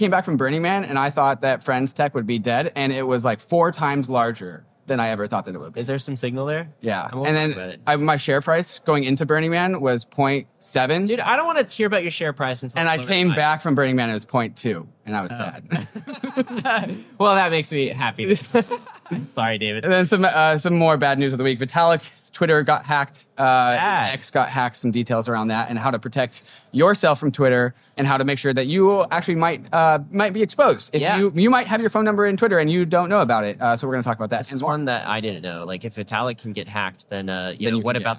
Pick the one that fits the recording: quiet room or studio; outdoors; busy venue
busy venue